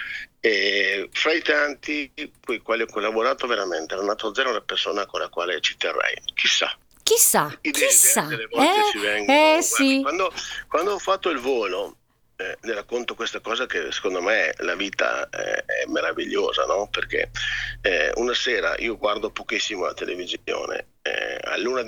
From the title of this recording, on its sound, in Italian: INTERVISTA TELEFONICA